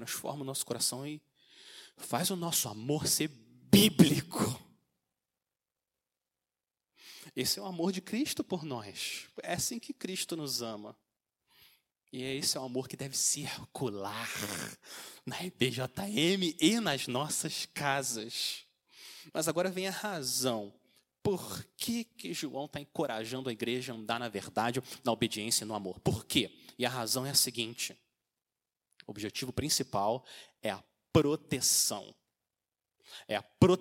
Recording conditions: large echoing room